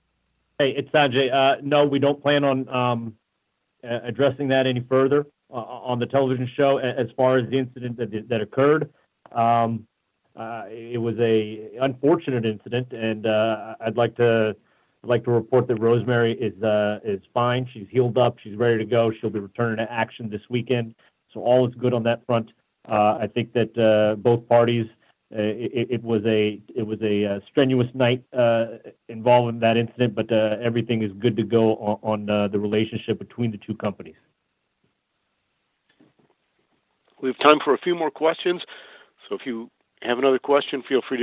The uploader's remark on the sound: the full audio from the September 12, 2017 GFW Media Call